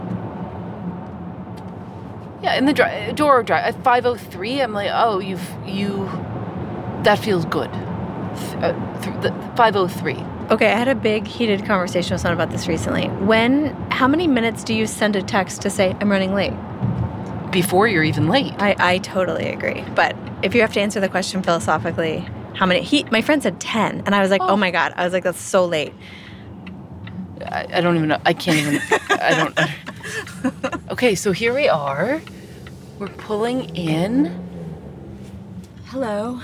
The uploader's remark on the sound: hit record on the drive to visit a 100-year-old Liberal Arts Club in Tarboro, North Carolina